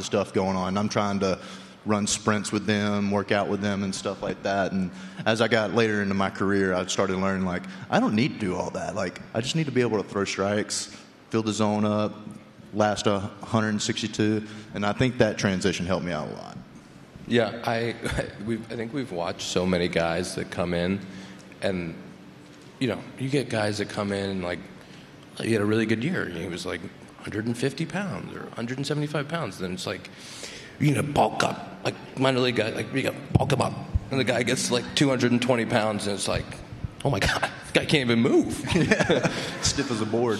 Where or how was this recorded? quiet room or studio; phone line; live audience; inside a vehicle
live audience